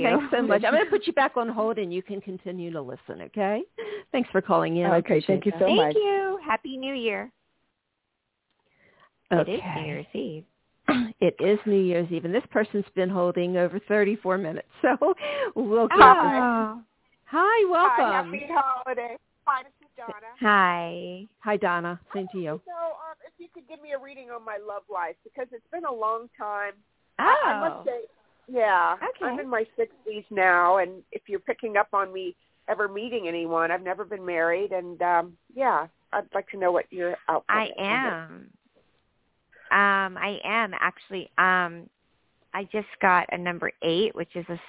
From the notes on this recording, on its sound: live readings to listeners who call